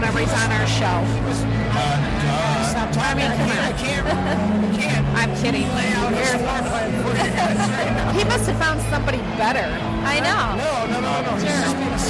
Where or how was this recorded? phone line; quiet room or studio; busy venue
busy venue